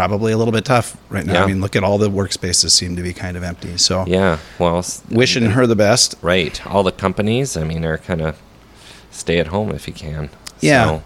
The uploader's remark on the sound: We give into the general madness and silliness that ensues when you put five rather interesting people together on stage. Raw and unapologetic, this is a breath glimpse into our world pre-COVID, taped at one of our very favorite bars - the 331 Club in Northeast Minneapolis.